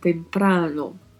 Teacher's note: a letra E é fechada, a letra A é mais aberta e a letra O também tem um som mais fechado